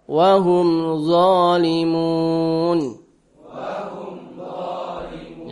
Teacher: Mimnya jelas, tidak ada dengungnya. · Term: izhar syafawi